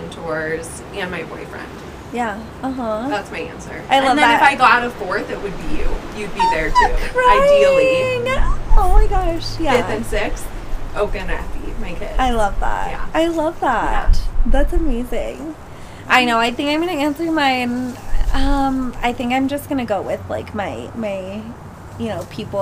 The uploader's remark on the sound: it's a bit windy & we're occasionally sniffling & cars & planes & horns make appearances—sorry for the annoying noises